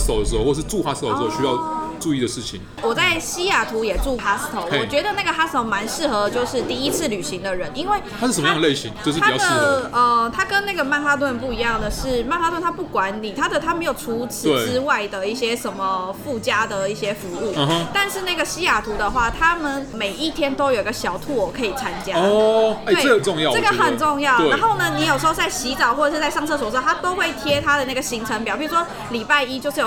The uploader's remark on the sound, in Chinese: 本集白噪音指數：北風級 4/5。錄音地點：Heritage Bakery & Cafe。